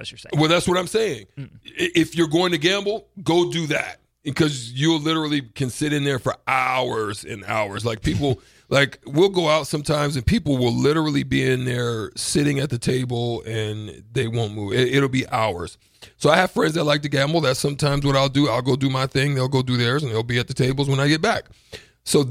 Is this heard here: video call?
no